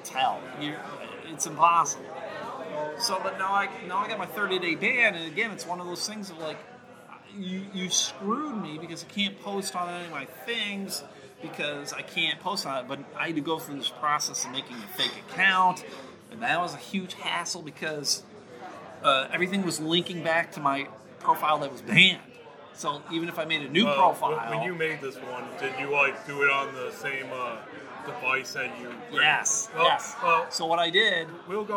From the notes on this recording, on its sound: Recorded at Harmony Brewing Company in Grand Rapids, Michigan, on Sunday, October 20th, 2019.